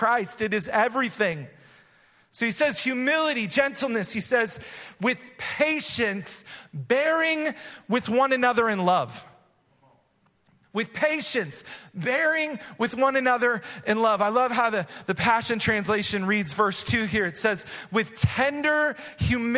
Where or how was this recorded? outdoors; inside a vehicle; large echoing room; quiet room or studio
large echoing room